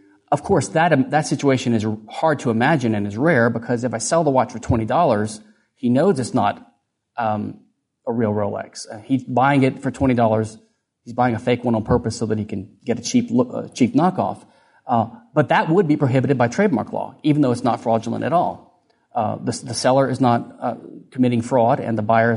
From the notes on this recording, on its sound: Recorded at Mises University 2011.